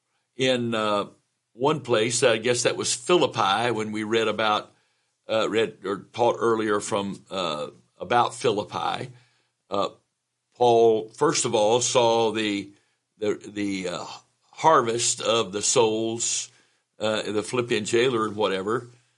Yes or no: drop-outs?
no